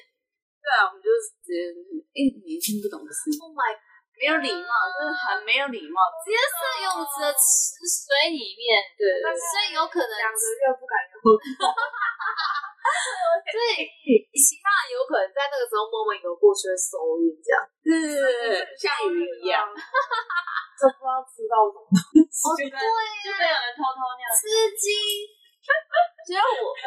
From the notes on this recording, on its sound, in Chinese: 多人錄音聲音品質較差請見諒